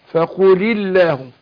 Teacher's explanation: في التقاء ساكنين لام فقل ولام لفظ الجلالة فنتخلص من التقاء الساكنين بكسر الاول